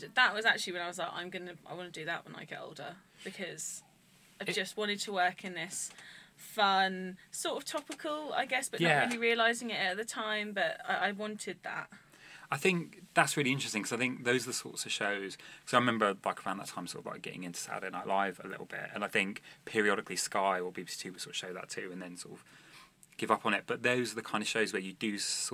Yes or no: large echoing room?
no